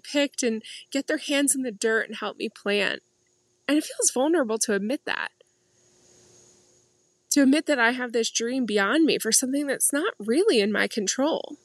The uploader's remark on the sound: I hope you enjoy this garden episode, recorded from my favorite seat, in the center of it all.